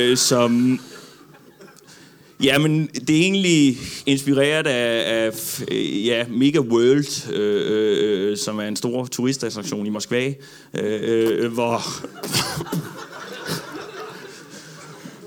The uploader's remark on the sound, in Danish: LIVE fra Comedy Zoo Aarhus